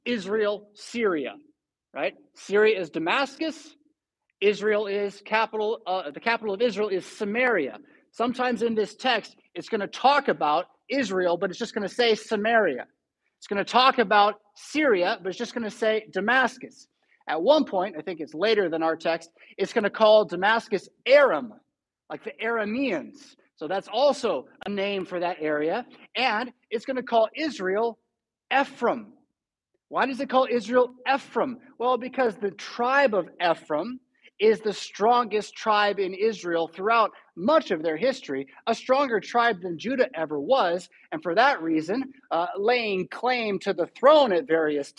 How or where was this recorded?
large echoing room